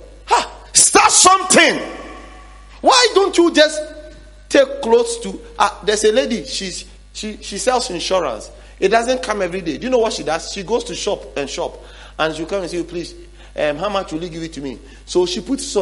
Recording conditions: large echoing room